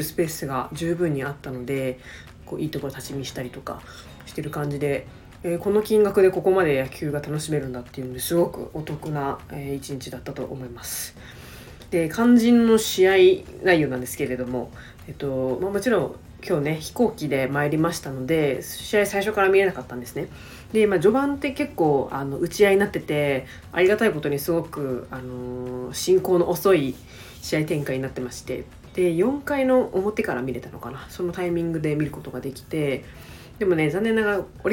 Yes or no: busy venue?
no